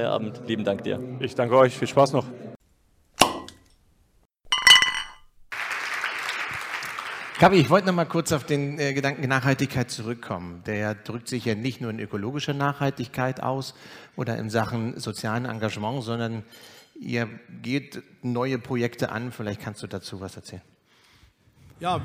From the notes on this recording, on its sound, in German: Live von der Saisonauftaktfeier. Hinweis: Hierbei handelt es sich um den Mitschnitt der Liveübertragung auf Twitch.